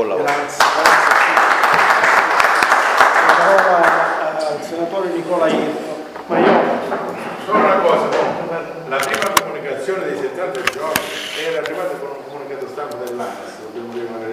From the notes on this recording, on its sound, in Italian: Registrazione integrale della conferenza stampa organizzata dalla sezione PD di Cittanova.